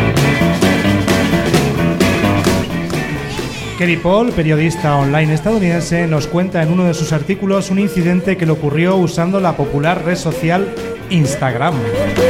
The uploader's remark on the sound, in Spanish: Dentro del maratón radiofónico en directo “Almaina al Sol“, celebrado el pasado 30 de enero en la sala de artes escénicas El Apeadero (Granada).